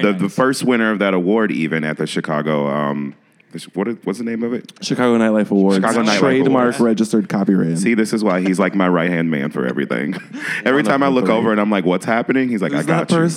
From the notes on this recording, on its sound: In an interview recorded at Gman Tavern in Wrigleyville